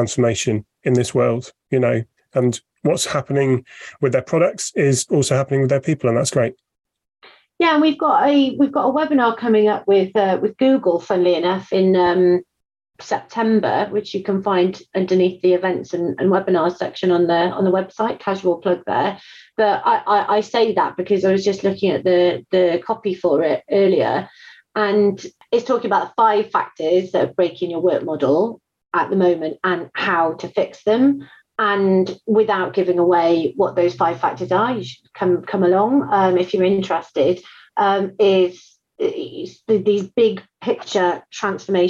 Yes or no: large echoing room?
no